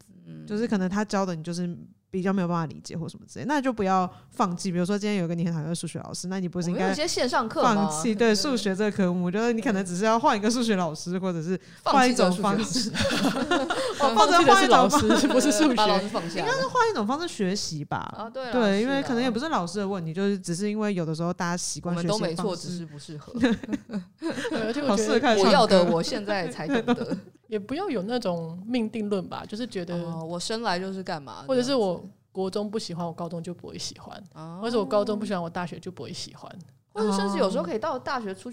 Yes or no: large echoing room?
no